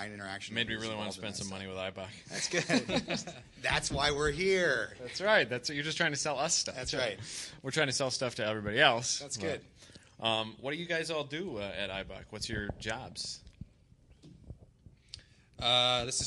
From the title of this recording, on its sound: Live from Eibach in Corona, CA